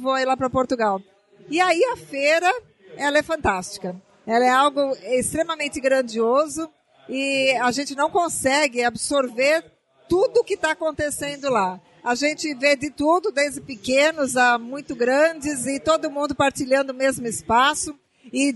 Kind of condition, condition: setting, busy venue